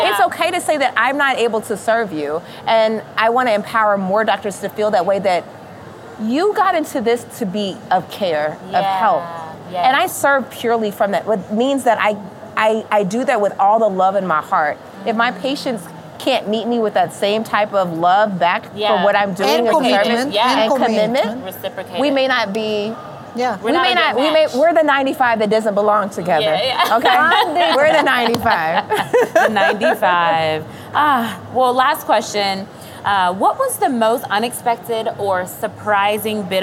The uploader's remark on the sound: In this special Halloween episode, taped live at SmileCon 2023 in Orlando.